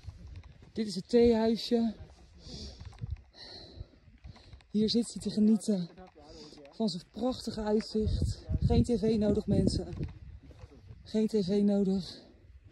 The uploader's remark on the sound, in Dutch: Doordat ik deze aflevering heb opgenomen tijdens het wandelen in de Himalaya, kan het zijn dat er af en toe wat achtergrondgeluiden in zitten.